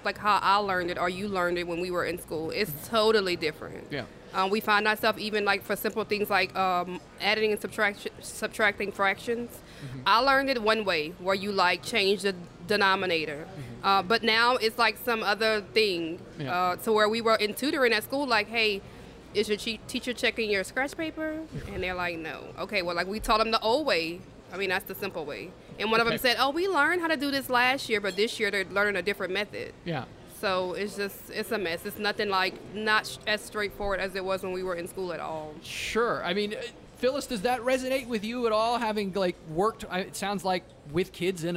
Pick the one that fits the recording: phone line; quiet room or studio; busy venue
busy venue